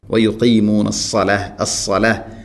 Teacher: സ്വാദ് ഉച്ചരിക്കുമ്പോൾ അത് ഇസ്തിഇലാഅിൻ്റെ അക്ഷരമാണ്, സ്വരഭാരത്തിൽ ഉച്ചരിക്കേണ്ട അക്ഷരമാണ്. നാവിൻ്റെ മധ്യഭാഗം അണ്ണാക്കിലേക്ക് ഉയർന്നു നിൽക്കുന്ന രൂപത്തിലാവണം.